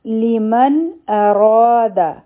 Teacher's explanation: په را باندې چونکې فتحه ده زور دی نو دا به غټ وایو او دا حرفي مده هم دی ځکه چې د زور نه